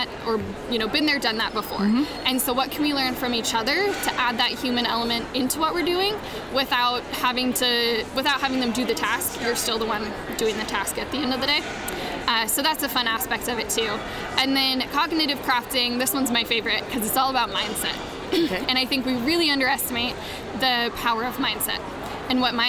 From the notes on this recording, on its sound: Special edition podcast recorded live at WE19 in Anaheim, California.